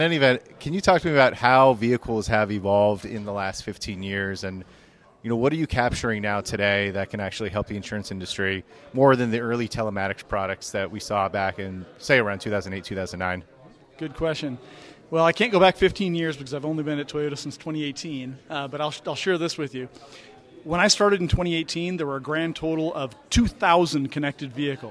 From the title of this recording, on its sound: Live from ITC Vegas ’23